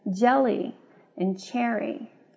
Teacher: the L's and R's are both liquids, and the J and the CH really come from the same place in the mouth